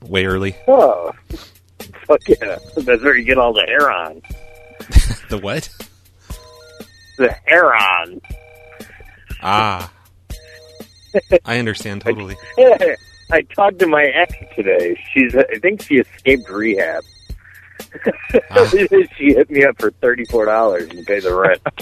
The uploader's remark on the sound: Prank Phone Calls Collection